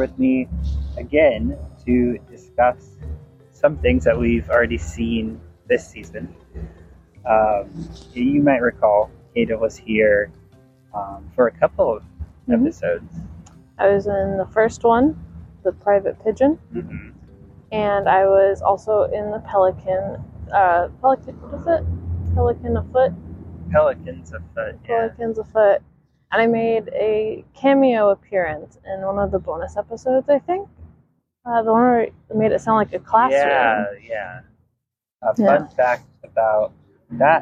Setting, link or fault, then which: setting, outdoors